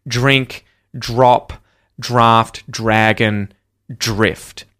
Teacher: it goes straight into an R sound after it because you've got DR.